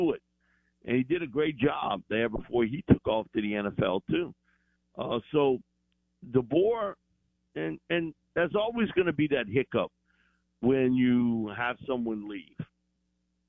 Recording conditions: phone line